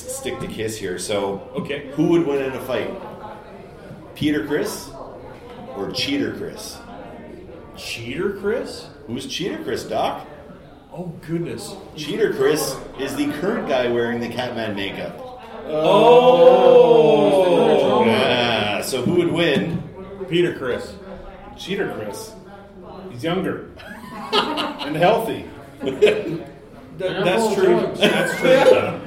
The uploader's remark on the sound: Episode 380 – Live from Keycon 2022